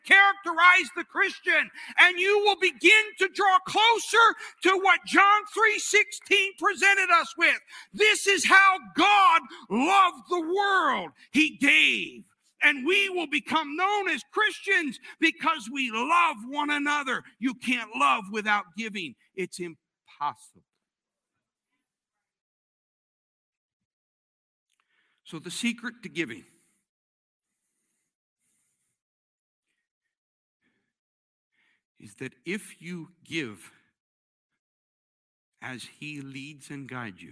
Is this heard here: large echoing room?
yes